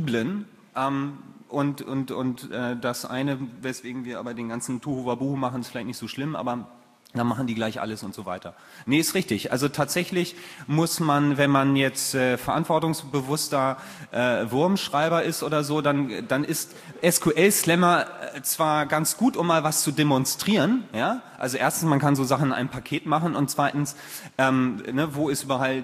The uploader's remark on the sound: Moderated Audience Discussion